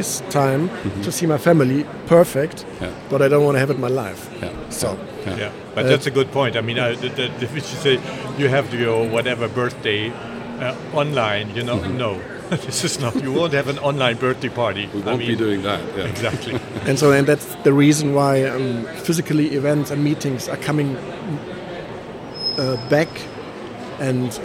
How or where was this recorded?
busy venue